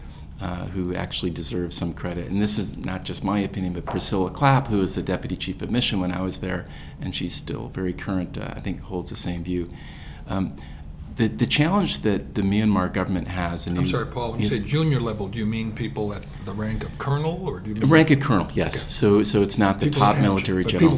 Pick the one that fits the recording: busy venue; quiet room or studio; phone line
busy venue